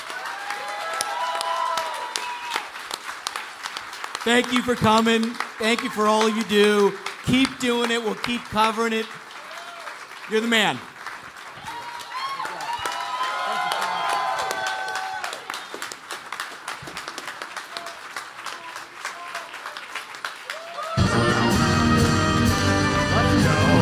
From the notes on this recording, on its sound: The variety progrum hosts a live show for sold out audience in DC!